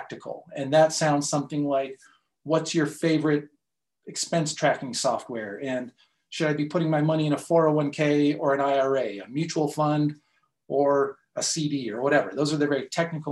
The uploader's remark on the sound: In this live session I invited three different people to join me on the call